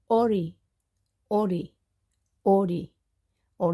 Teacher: O is pronounced with the mouth slightly less open than ah. O is pronounced with the mouth less open than o, and the lip rounded forward.